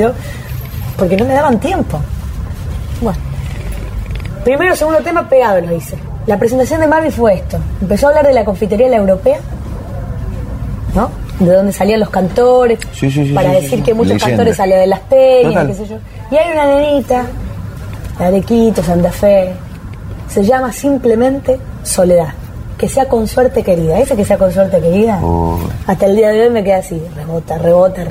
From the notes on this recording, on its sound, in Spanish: realizada en un bar de Buenos Aires